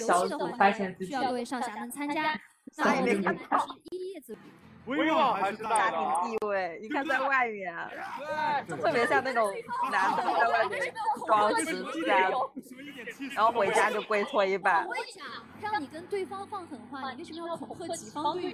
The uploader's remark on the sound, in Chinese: 我们记录下了自己观看《山河令·生来知己》两场线上演唱会的碎片瞬间。本期采用了比较特殊的方法录制，有演唱会和主播们的同期声，所以音质效果比较差。本期剪辑也很碎。